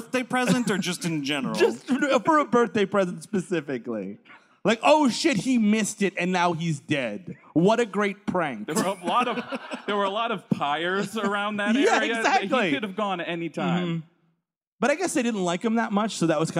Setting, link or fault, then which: setting, live audience